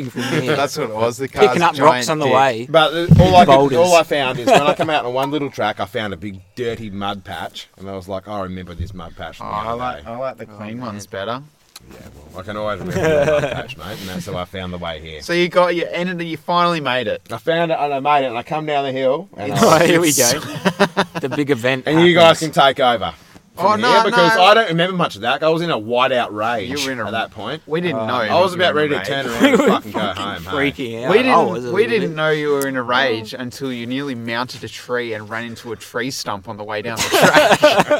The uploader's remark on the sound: We adventured into a deep part of the southwest this week and set up the microphones under the stars to record out in the wild. That's right, no studio, no rooms, no sound barriers, just the open air with space to echo and carry on. Yes, the sound isn't studio quality brilliance, it's the sound of recording out in the open in the bush.